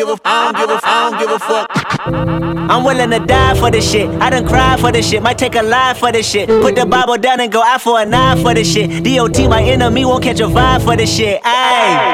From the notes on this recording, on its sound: Originally broadcast live on June 14, 2018 from the storefront of Kinfolk 90 in Williamsburg, Brooklyn, New York City. Special guest DJ set.